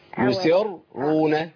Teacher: يسرون نفخم الراء الاولانيه